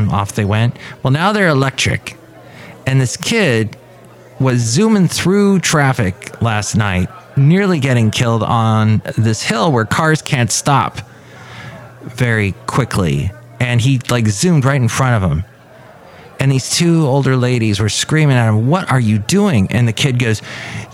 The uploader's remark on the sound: Podcasts live from Café Anyway.